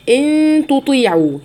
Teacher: في إخفاء حقيقي بغنة مقدارها حركتين